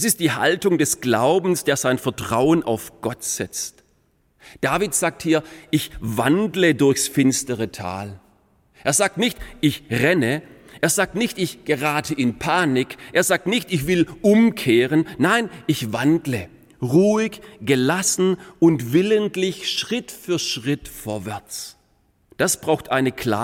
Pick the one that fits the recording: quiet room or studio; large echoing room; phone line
large echoing room